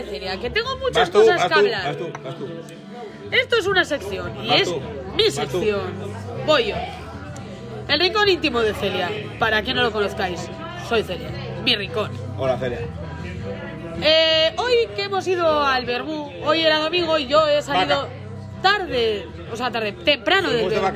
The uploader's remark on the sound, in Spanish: Un podcast desenfadado y loco grabado en la feria.